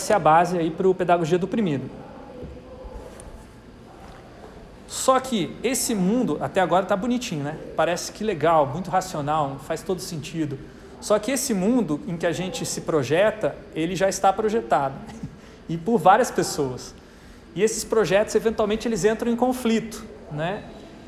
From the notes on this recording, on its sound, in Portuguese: Aula gravada na disciplina Projetos para Pessoas do Bacharelado em Design da UTFPR